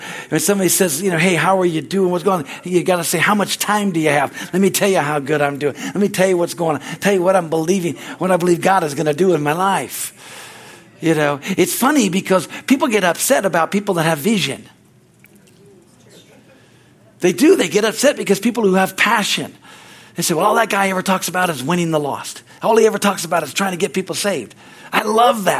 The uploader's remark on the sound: from the Wedensday service on August 16, 2023 at Harvest Bible Church in Stockton, CA